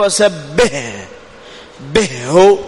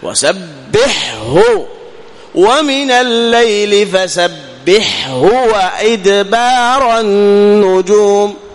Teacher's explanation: وأيضا إظهار الحاء مع الهاء في سبحه · Shown in: second take